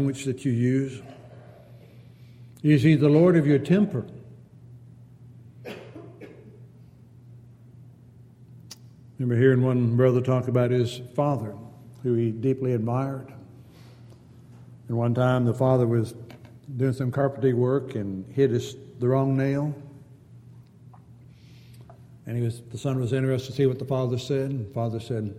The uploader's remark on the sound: Downtown Church Of Christ Audio Sermon